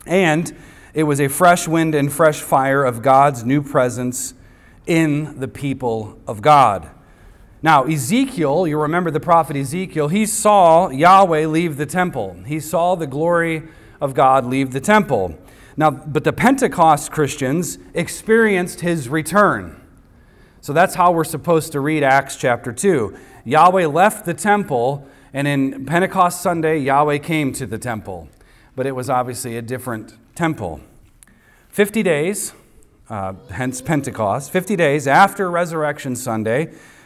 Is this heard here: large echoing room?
yes